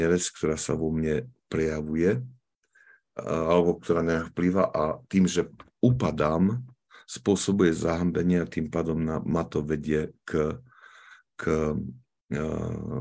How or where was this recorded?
video call